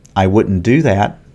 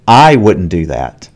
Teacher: We don't normally stress a pronoun, but here there is stress on I. · Shown in: second take